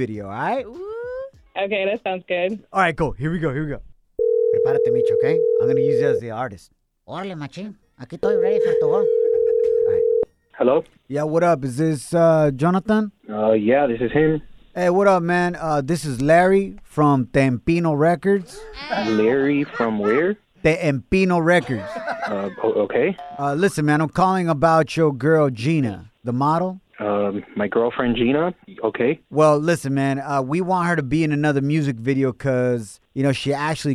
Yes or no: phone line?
yes